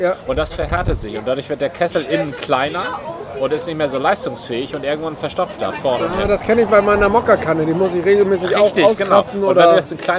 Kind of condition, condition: setting, busy venue